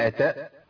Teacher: الهمزة لابد من سكونها، أقول أتاء قطع صوت ونفس